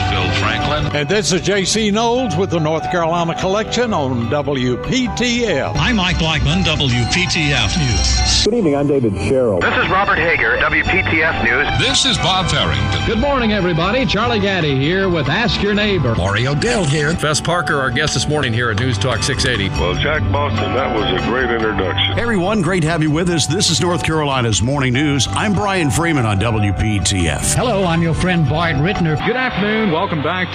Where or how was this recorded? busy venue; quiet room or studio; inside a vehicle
busy venue